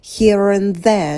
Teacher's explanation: предлог and не обязательно звук d произносить, можно сказать просто n. Here and there, чтобы вам было удобнее.